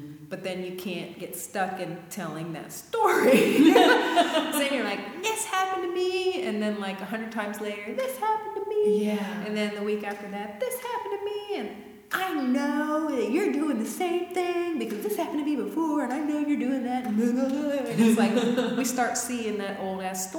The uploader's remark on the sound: The recording of the monthly Women's Circle live gathering.